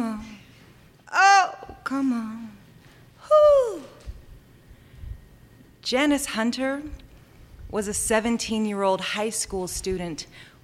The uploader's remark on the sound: Live Stories from Un/pact. This season, The Soul Stories Podcast is featuring live stories from "un/pact: a creative dialogue on consent.” This event was Held in April for Sexual Assault Awareness Month and will be recurring annually.